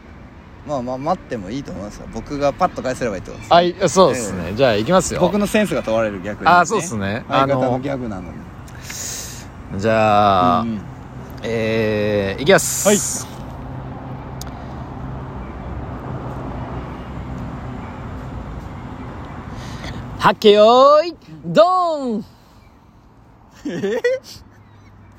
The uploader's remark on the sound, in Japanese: 桜舞い散るK園で収録。